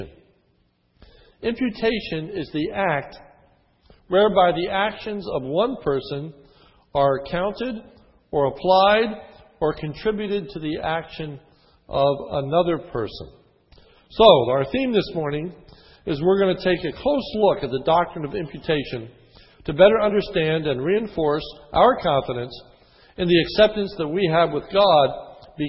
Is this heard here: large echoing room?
yes